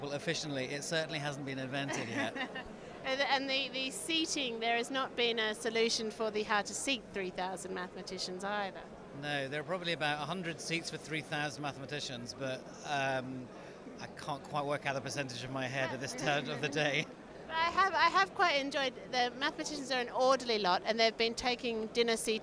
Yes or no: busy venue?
yes